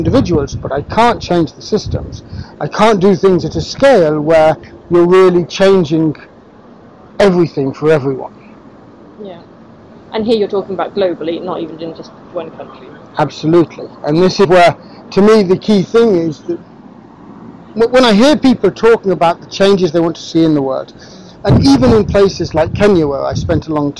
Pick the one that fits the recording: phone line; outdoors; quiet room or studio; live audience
outdoors